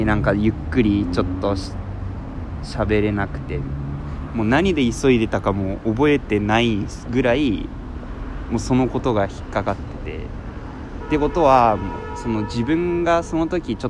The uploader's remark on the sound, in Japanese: 今回は急遽オープニングなし、曲なしの外での収録をしました。